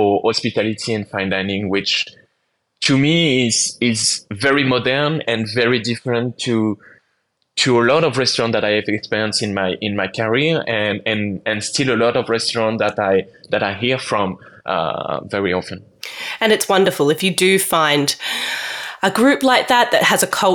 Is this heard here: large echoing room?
no